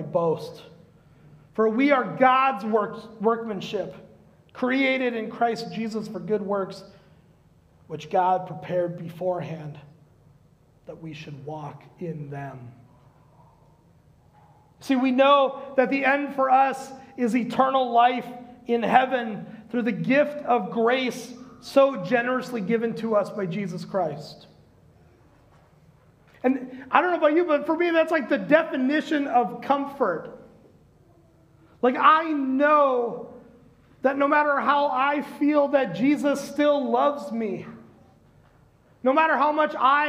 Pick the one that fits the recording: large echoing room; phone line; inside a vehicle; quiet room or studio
large echoing room